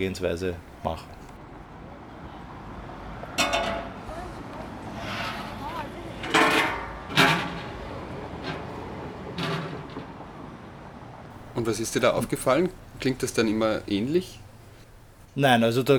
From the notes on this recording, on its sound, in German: Mit einem Audiorecorder auf der Thaliastraße in Wien. Dazu hören wir den Sound der Thaliastraße.